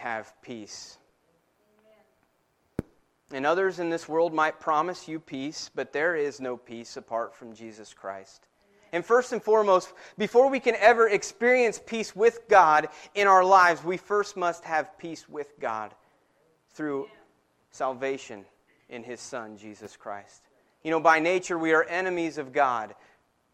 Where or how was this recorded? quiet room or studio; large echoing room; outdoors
large echoing room